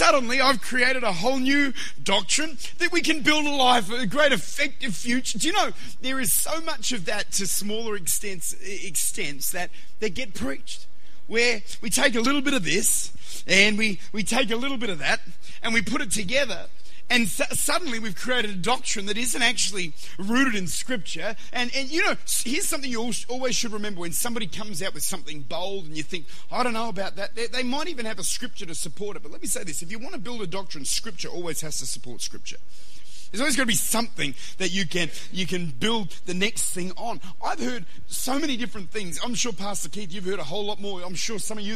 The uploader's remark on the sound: Recorded at Lifepoint Church, Adelaide.